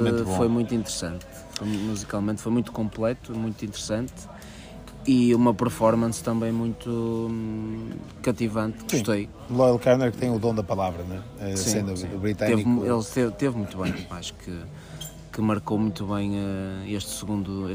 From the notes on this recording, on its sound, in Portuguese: O Disco Ou Nada está pelas margens da praia fluvial do Taboão, na edição dos 30 anos do festival Vodafone Paredes de Coura!